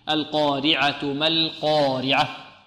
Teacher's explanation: نفخم القاف ونفخم الألف ونوقف الراء.